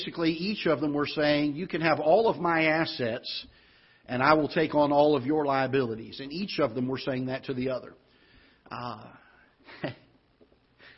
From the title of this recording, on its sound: Ketha Heights Baptist Church ~ Live Broadcast